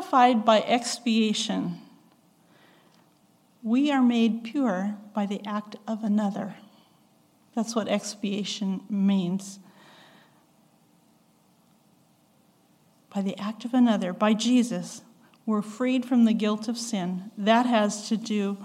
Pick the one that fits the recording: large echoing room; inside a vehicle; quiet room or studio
large echoing room